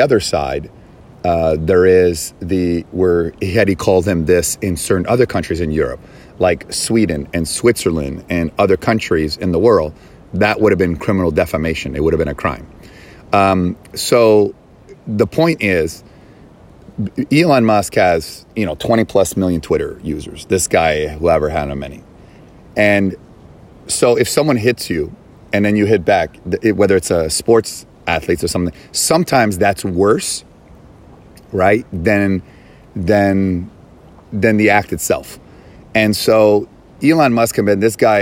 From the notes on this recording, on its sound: recording in Bali from the cliffs above Pandawa Beach